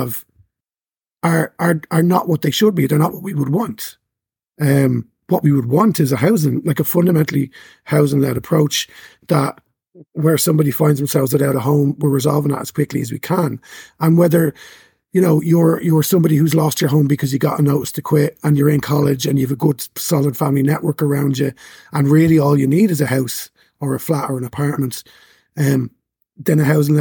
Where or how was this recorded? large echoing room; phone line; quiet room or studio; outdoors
quiet room or studio